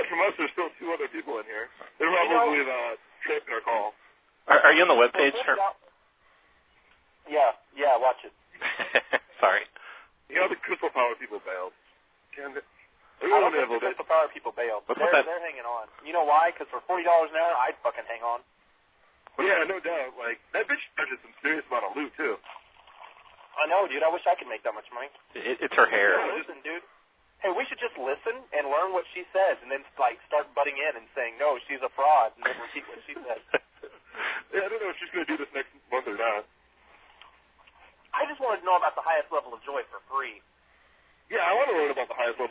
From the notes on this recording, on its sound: Prank Phone Calls Collection